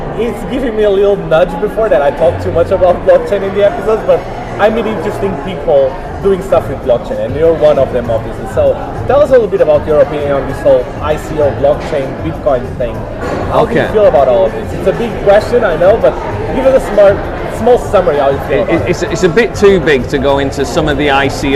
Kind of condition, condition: setting, busy venue